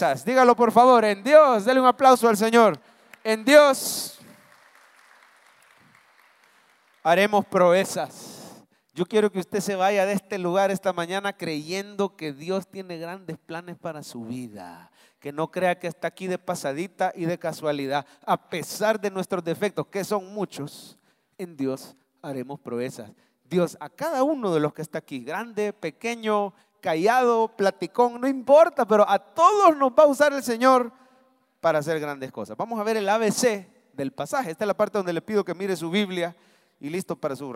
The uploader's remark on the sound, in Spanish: Mensaje predicado en vivo desde el Centro Familiar de Adoración, Julio 2023